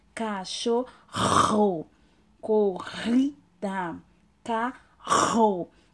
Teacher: Significa que, os, que se for usado entre vogais, o fonema, que é o som, corresponderá a RR, que ele vai dobrar o som vibrante, ele se multiplica e ele é chamado de R forte. Ele está entre vogais, então o som dele vai ser vibrante, que vem lá da garganta